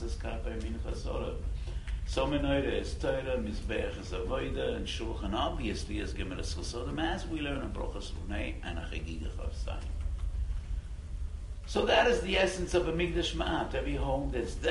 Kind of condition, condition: setting, live audience